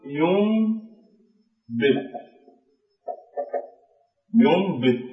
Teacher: لم ننطق بالنون، وإنما قلبنا هذه النون إلى ميم ولكن بغنة · Term: الإقلاب